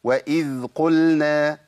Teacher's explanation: واذ قلنا، الذال بتحرك من بعض اخواننا المتصلين وبعض اخواننا اللي بيقراوا القران، واذا قلنا ده خطا طبعا، لابد من تسكين الذال